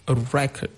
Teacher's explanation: if I place the stress on the first syllable, it becomes a noun